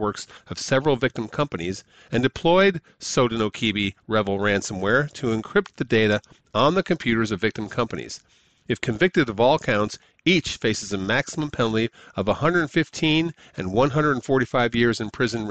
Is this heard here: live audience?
no